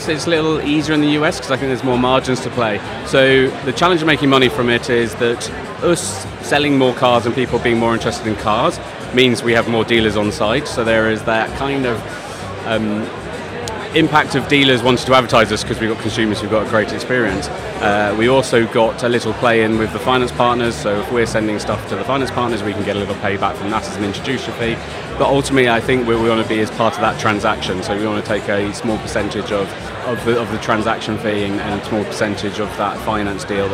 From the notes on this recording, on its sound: The first of three episodes recorded at Fintech Talents, that we produced in partnership with Andaria, experts in scalable embedded finance solutions. The event took place at The Brewery, London in November where we recorded a series of interviews from Andaria's booth with a number of the speakers and attendees.